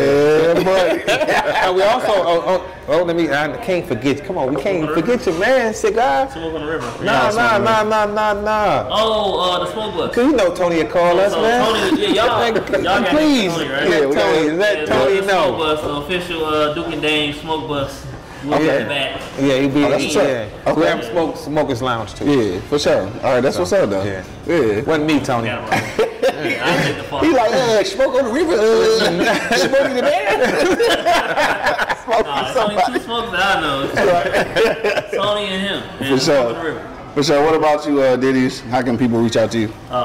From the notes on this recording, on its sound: Beards, Bourbon, Whiskey Podcast LIVE from Yum Village.